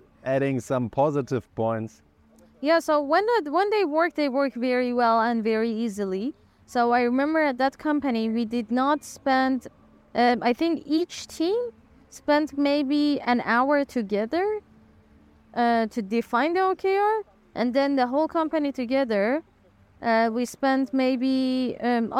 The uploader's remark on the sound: We recorded outdoor and let AI improve our recording. In the end, you will get a nice sound effect when we disable the filter for your reference.